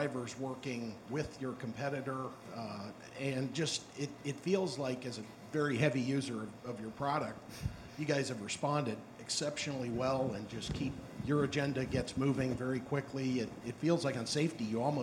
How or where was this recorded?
live audience